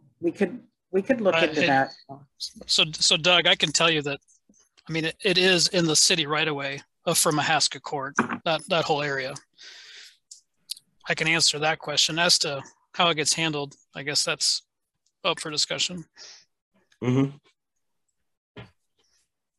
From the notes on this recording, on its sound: University Heights City Council Meeting of May 10, 2022 was held on Zoom.